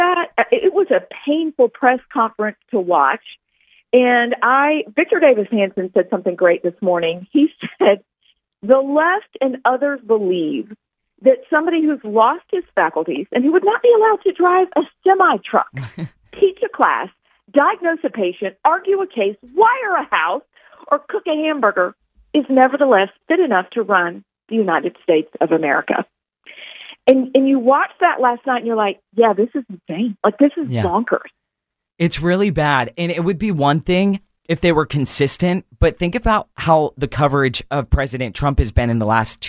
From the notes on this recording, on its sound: called into the show for an interview